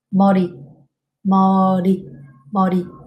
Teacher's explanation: when lir is between two vowels, the tongue just slightly hit the top